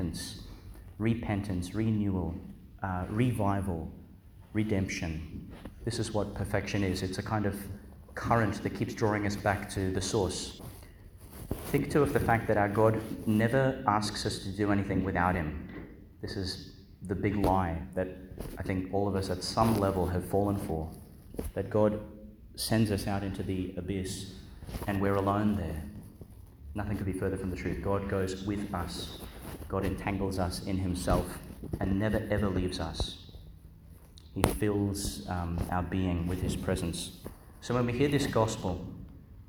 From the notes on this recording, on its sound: Homily for Tuesday in the Eleventh Week of Ordinary Time, delivered Our Lady Star of the Sea Church, Gladstone, Qld.